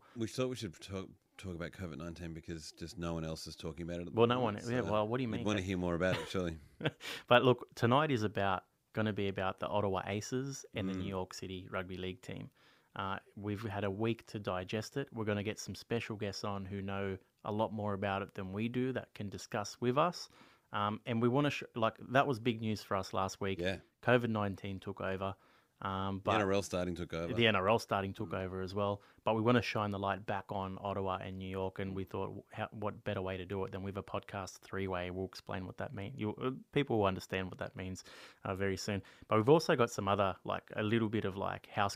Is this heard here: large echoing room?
no